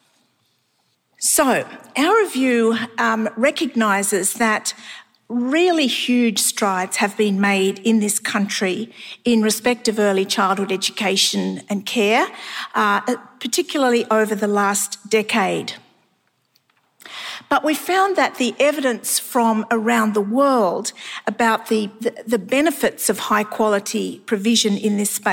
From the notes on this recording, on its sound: A series of conference presentations from the Victorian Government's Realising the Potential Conference. The audio for this session has been generously provided by the Victorian Department of Education and Training.